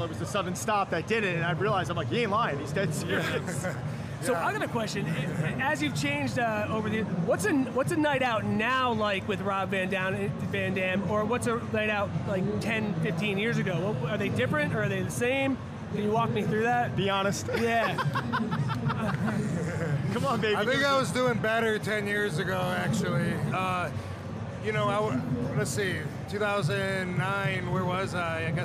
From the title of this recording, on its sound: Reps Live From Olympia